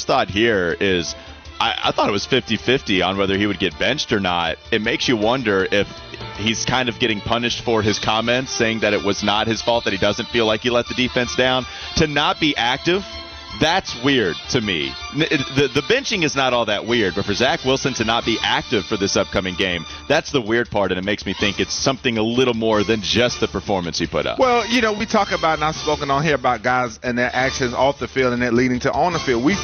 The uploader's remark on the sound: live from today's Street Turkey's event live from Dog House